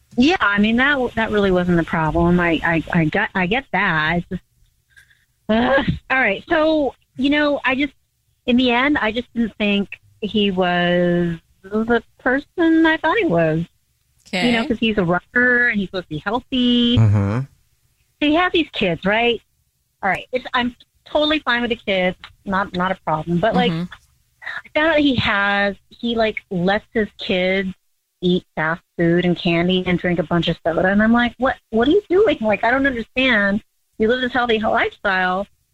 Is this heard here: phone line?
yes